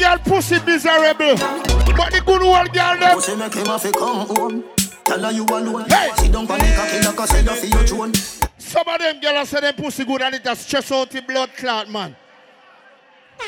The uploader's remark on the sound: LIVE AT STRIPPER FEST NOV.10TH 2023